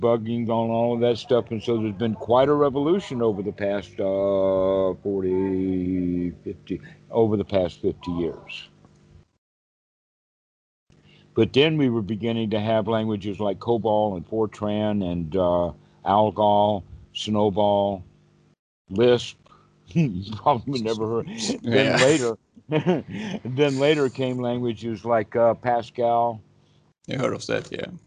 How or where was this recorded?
video call